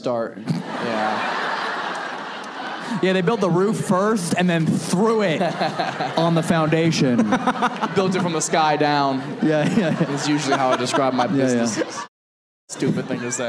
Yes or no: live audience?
yes